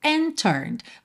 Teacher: Você não ouviu nada do D, do and, porque já juntou no T de turned